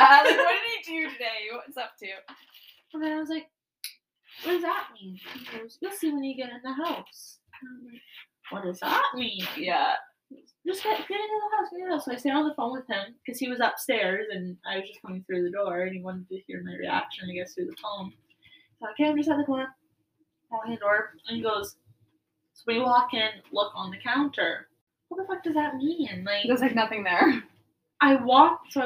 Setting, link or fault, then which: fault, poor sound quality